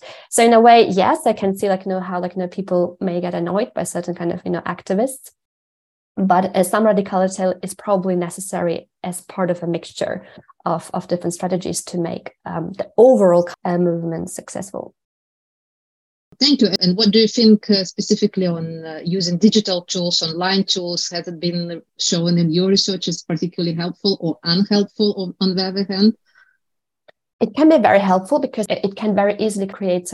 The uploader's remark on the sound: This is a recording of the webinar organised by the climate community 1.5° DAO.